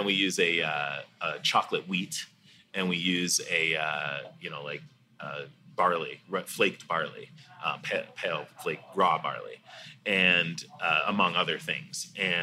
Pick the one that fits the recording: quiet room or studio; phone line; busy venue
busy venue